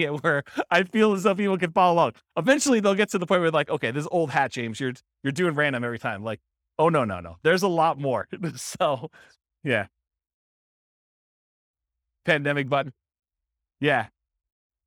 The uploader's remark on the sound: This was a live class recorded